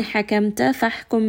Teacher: both of these ha are going to be from the middle of the throat